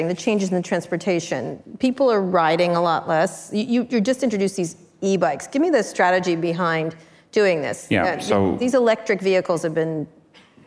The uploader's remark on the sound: live onstage at the 2019 Code Conference